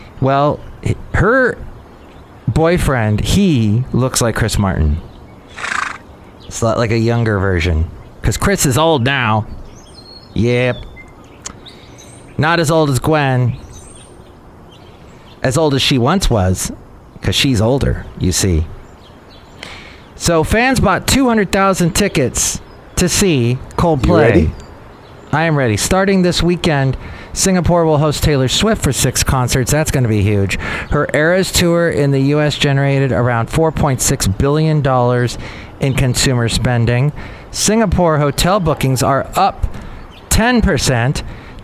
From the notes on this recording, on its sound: podcasts live from Café Anyway